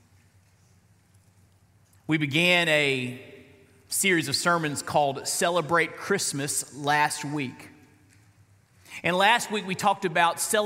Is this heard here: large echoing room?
yes